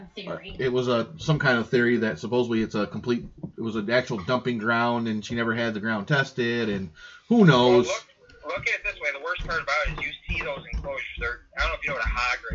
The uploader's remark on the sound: talk with us via telephone